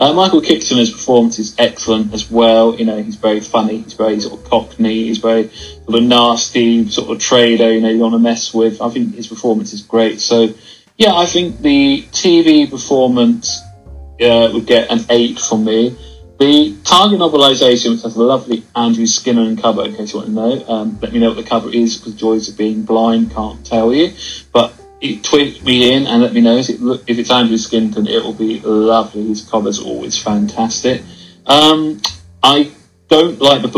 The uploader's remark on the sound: I apologise that the sound is not great on Waze but didn’t have a microphone then.